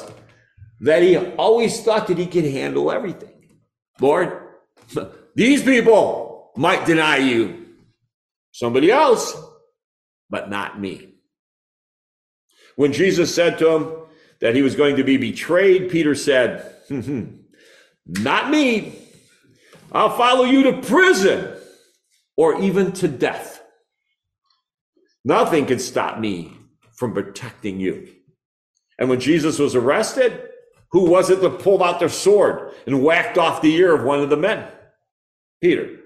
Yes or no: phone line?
no